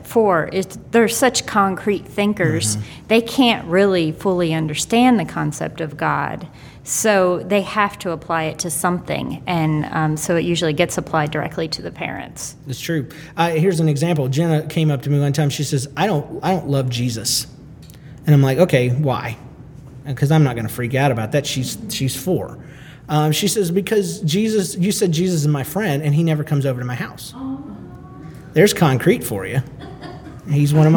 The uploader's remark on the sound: Recorded LIVE at the SFLC Marriagability Conference in Kansas City, Missuri.